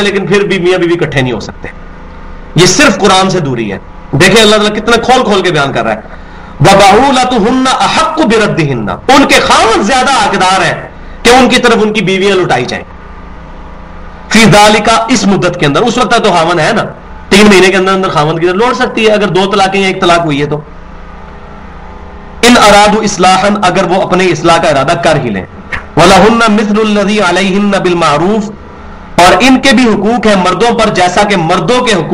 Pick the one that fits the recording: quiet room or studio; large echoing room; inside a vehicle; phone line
large echoing room